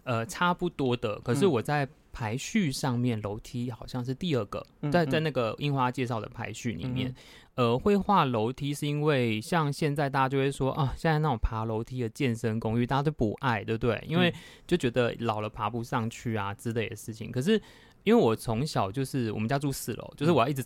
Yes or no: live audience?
no